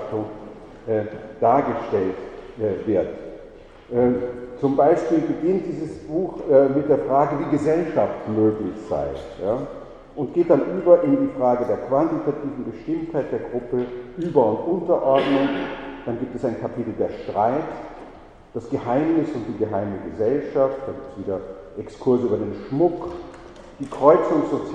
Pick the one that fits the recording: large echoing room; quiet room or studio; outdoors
large echoing room